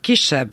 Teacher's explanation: Ugye a jambus az egy rövid meg egy hosszú szótagot jelent, a spondeus két hosszút. Hogy a kisebb, amit mindnyájan két essel, hosszú essel ejtünk, ott az első szótagot azt tekinthetjük-e rövidnek.